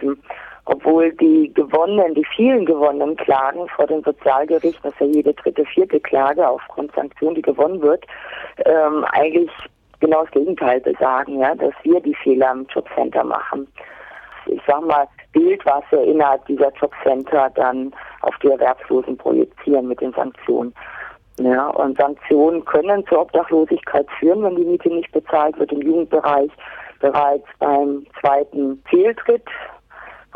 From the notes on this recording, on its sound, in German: am Telefon dazu ein lockeres Gespräch geführt